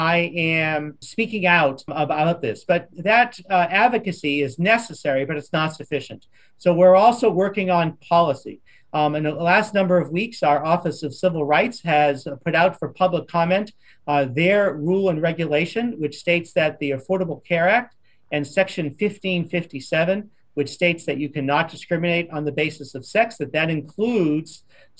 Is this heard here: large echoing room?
no